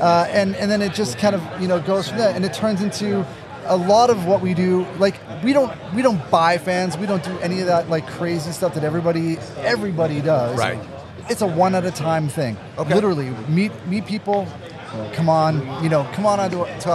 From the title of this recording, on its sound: interview from Rock N Pod Nashville 2023